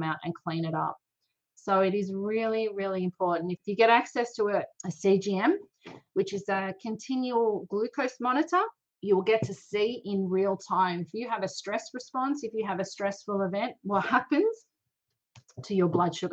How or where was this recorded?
video call